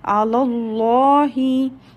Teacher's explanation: the lam of Zuljalala preceded with a fatha or zabar. So the lam of Zuljalala will be recited heavy